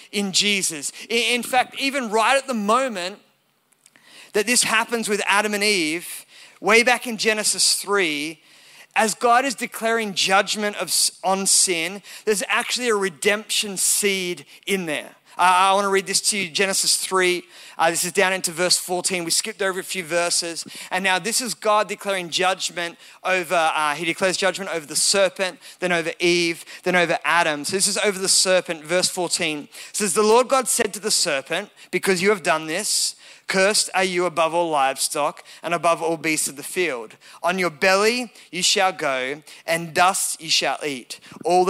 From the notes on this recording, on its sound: Recorded at Elevation Hills Sydney.